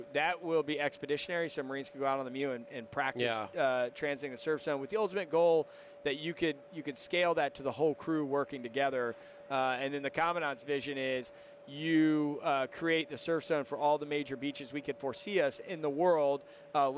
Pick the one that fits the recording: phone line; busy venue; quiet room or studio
busy venue